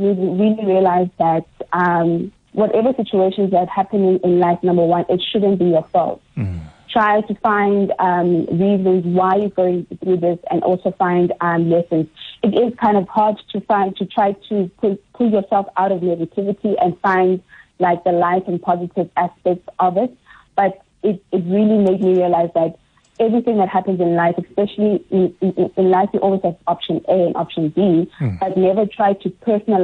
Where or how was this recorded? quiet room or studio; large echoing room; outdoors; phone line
phone line